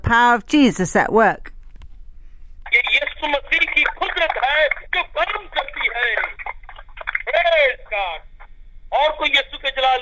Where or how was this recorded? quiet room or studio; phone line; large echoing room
phone line